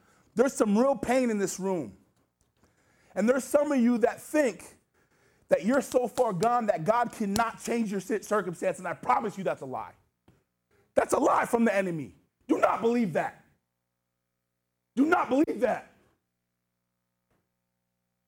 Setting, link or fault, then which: setting, large echoing room